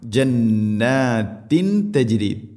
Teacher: ജന്നാത്തിൻ തജിരി, തിൻ തജിരി, തൻവീന് ശേഷം ത, തൻവീനിനെ അവ്യക്തമാക്കി മണിക്കണം. ജന്നാത്തിൻ തജിരി, ഇങ്ങനെ ഇഖ്ഫാ ബിഗുന്ന.